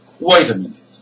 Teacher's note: Now here, we have two stressed syllables, two stressed words. The first word, wait, has a stressed syllable. It's high in pitch, it's louder, and it's longer.